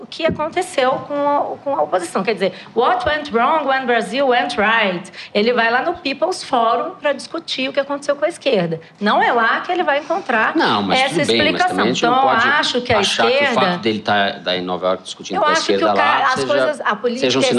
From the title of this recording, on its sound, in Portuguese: Ao vivo no Festival